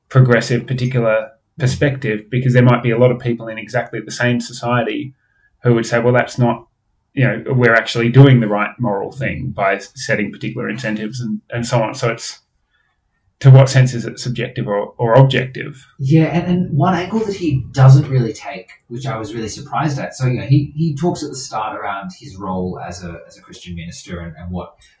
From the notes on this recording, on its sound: The audio on this episode is a whole lot worse than our others. We trailed a different recording setup for a few episodes.